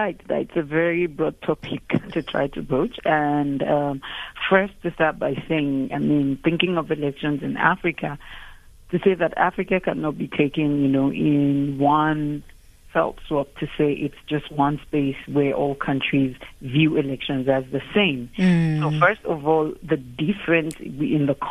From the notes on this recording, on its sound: GUEST (phone)